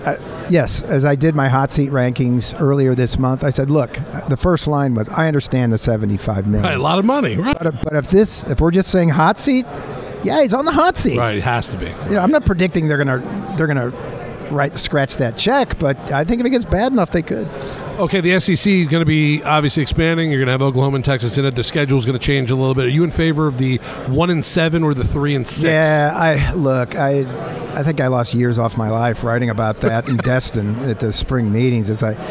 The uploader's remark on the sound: The Capital One Orange Bowl Media Tour presented by Duffy’s Sports Grill heads to SEC Media Days in Nashville. Live from SEC Media Days in Nashville.